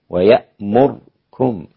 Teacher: ويامركم الراء بالإسكان عند أبي عمرو